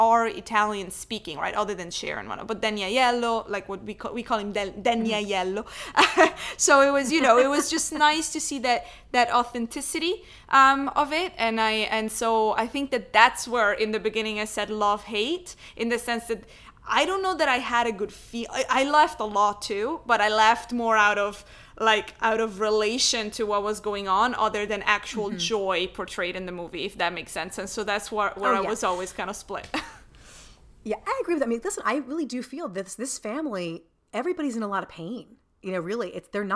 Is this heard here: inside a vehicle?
no